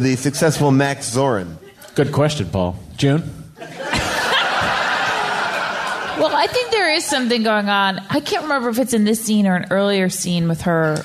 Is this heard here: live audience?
yes